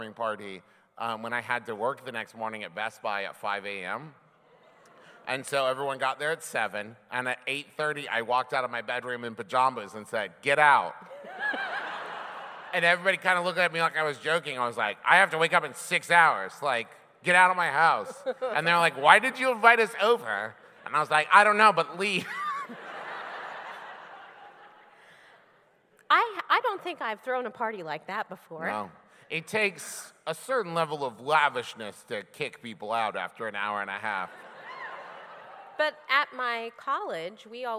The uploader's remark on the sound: We recorded it LIVE in New Orleans!